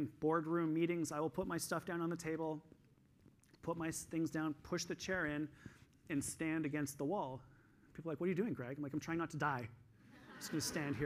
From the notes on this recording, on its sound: This week I'm sharing the second session that I did at the EPIC Conference in Toronto in December of 2022.